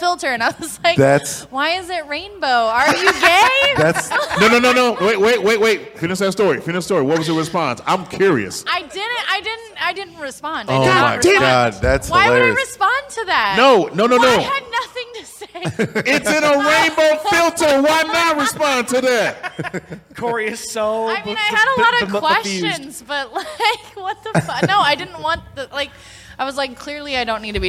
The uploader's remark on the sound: live from Peppers Bar & Grill